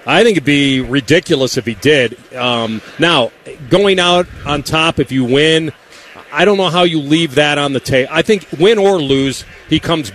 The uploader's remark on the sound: Live from Radio Row in Vegas!